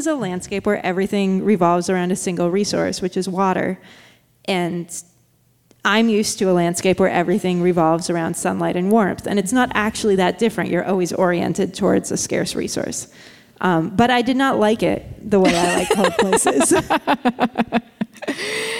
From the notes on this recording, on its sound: At Cap Times Idea Fest in Wisconsin in front of a live studio audience.